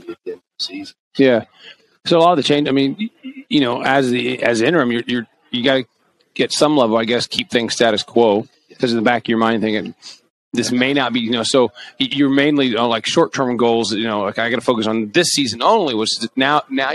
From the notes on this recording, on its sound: Live on Podcast Row at the United Soccer Coaches Convention in Kansas City, 2022.